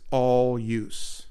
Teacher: you get those long syllables of all use. Instead of the customary unstressed all, here it's all use.